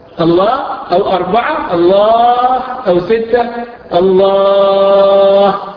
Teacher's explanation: عرض للسكون يجوز فيه تقف على حركتين